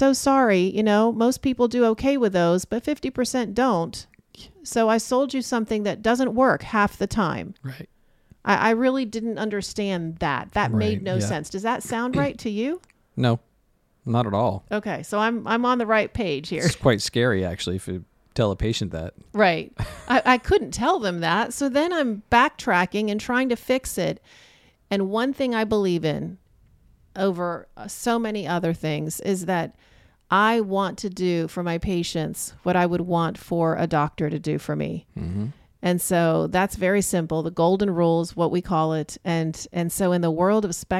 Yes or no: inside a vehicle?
no